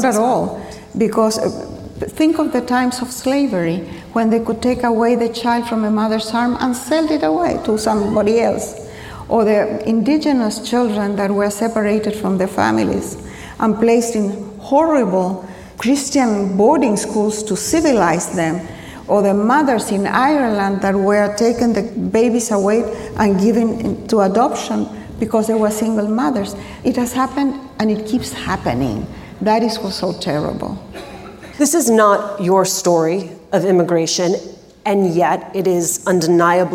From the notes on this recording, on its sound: LIVE at the 92Y. Joined our host on stage before a live audience at NYC's 92Y.